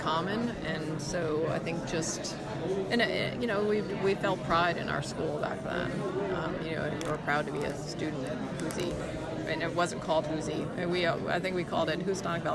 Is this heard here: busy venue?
yes